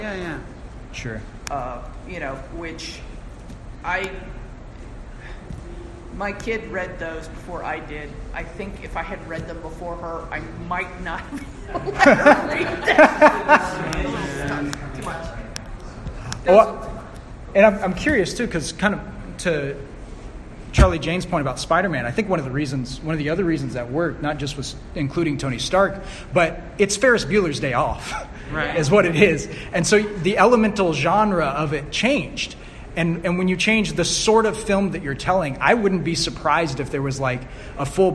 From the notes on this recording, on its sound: I’m posting a recording of a panel I joined for Heliosphere 2019.